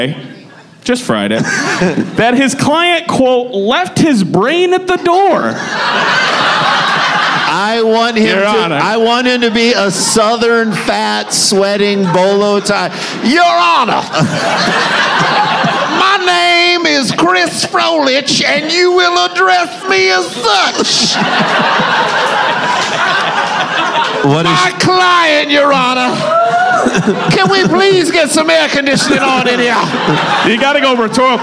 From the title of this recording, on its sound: LIVE from Chicago!